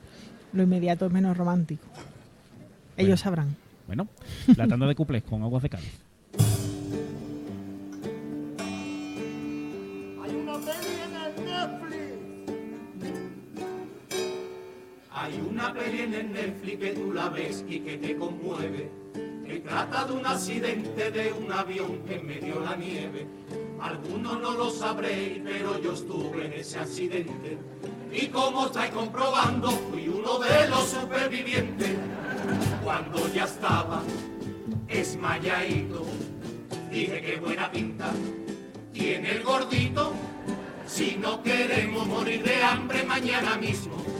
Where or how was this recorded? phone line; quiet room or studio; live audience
live audience